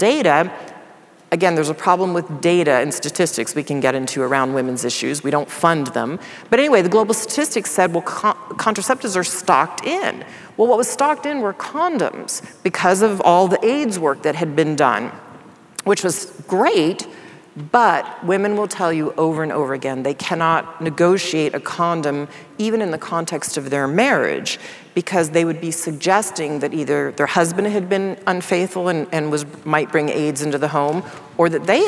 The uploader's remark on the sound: In front of a live audience in London.